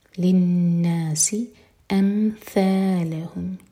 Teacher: نون پر غنہ اور سین پر سیٹی والی آواز، لِلنَّاسِ أَمْثَالَهُمْ، یہ ہے ثَا، ہماری زبان اوپر والے دانتوں کو ٹچ کرے گی اور تھوڑی سی ٹپ باہر ہوگی، أَمْثَالَهُمْ.